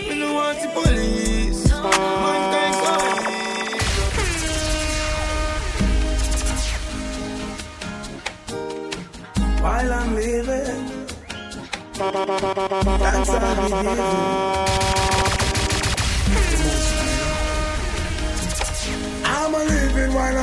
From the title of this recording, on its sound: LIVE AT ISLAND SATURDAYS ON OCTOBER 19TH